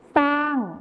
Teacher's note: ในภาษาไทยมาตรฐานเราก็จะใช้คำว่าช้างที่ใช้ชอช้างนั่นเองนะครับส่วนในภาษาถิ่นอีสานจะใช้เป็นซอโซ่นั่นเองครับ